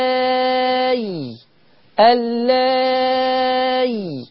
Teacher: إنه يبدل الهمزة بياء ساكنة فتمد مد مشبع